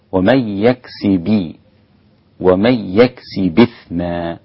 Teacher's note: حركة الهمزة كسرة إثما، إذا نقلتها إلى الساكن قبلها فستكون الباء مكسورة. · Term: النقل